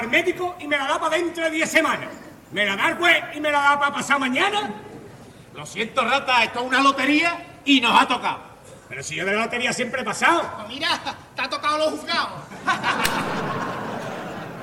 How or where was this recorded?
live audience